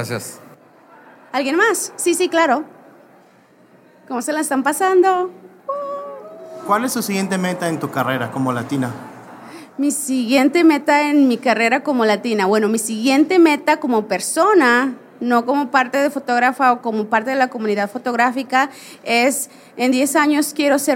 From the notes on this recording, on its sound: Live From WPPI. Special live edition.